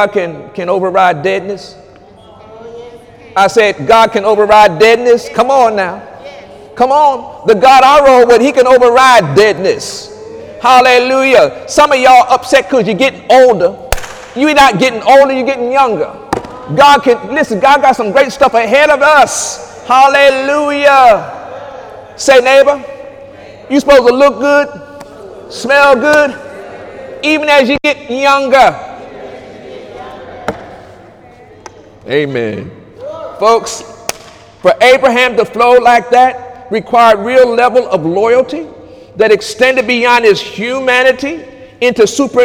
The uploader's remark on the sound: During Sunday morning service on June 24, 2018